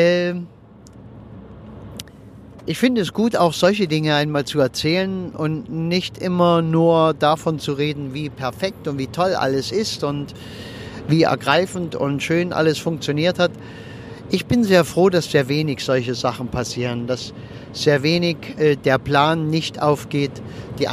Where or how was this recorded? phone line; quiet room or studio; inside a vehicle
inside a vehicle